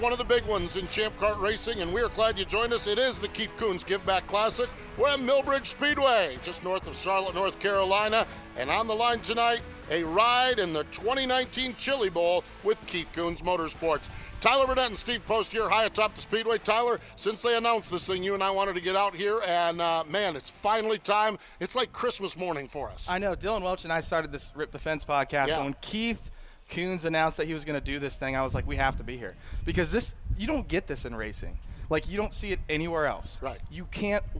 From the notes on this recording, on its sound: live from the Keith Kunz Motorsports Giveback Classic Presented by TRD